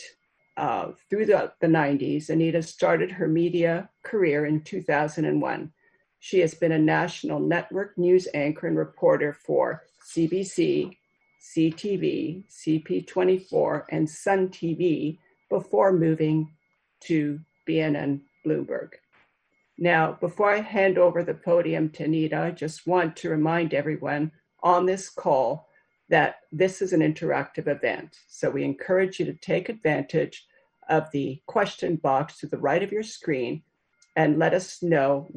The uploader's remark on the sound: In this virtual discussion.